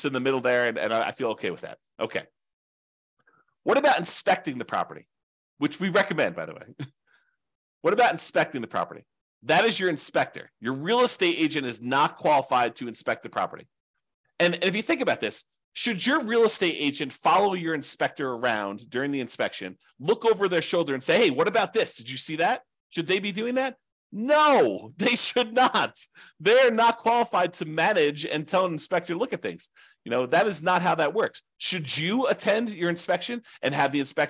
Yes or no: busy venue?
no